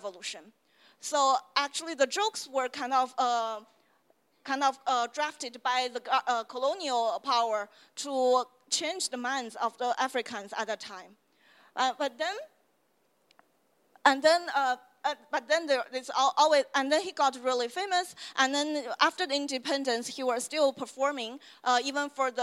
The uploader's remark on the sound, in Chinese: 上海中非关系研究网络（China-Africa Shanghai International Network，CASIN）在上海「那行文化——零度空间」举办了一场中非文化沙龙。活动以中英双语进行，演讲者用英语发言，幻灯片为中文，问答环节可能采取中英双语。本期播客受权分享演讲部分的现场录音。